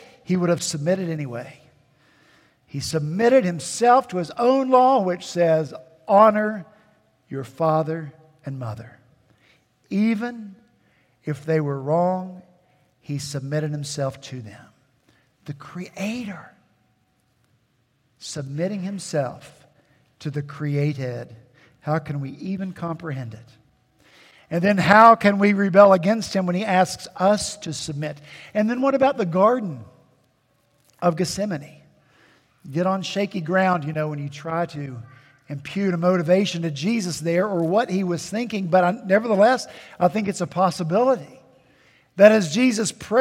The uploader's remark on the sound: At Redeemer Presbyterian Church in Charleston, SC, our senior pastor was back in the pulpit.